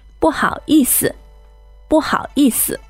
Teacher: 然后意思是第四声和轻声。 Okay, so fourth tone and neutral tone.